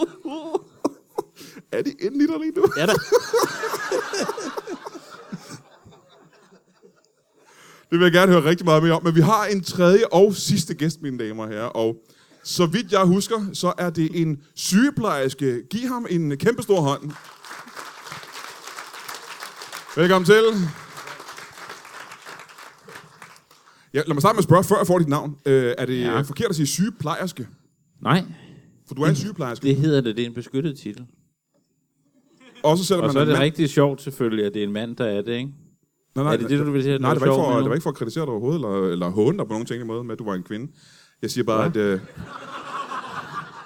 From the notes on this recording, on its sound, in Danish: LIVE fra Comedy Zoo Aarhus.